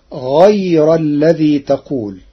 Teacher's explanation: قرأ ورش كلمة غير بترقيق الراء فتصير غير الذي تقول لوجود الياء الساكنة قبلها